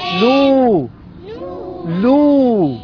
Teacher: واو مد طبيعي حركتان